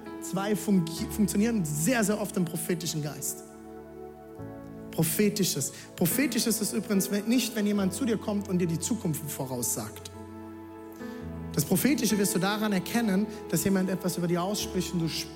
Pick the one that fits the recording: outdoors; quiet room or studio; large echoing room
large echoing room